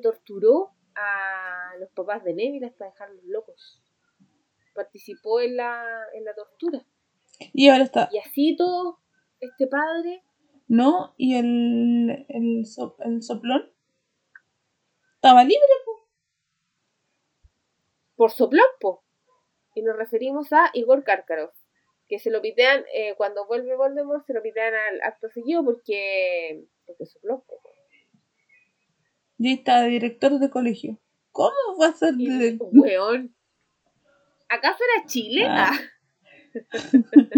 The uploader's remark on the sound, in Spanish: El sonido está como la corneta, fue culpa mía